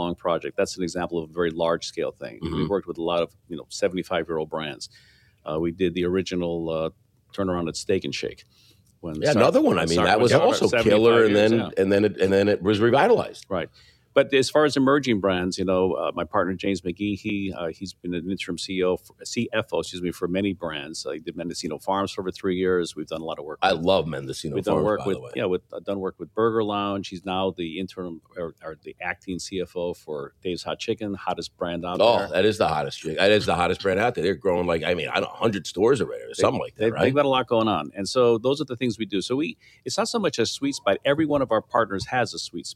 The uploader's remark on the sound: On the Road at ICR. Were on the road at the ICR Conference 2023 in Orlando, Florida.